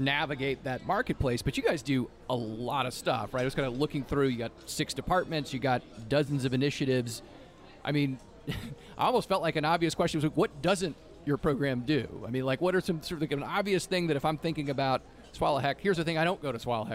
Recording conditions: busy venue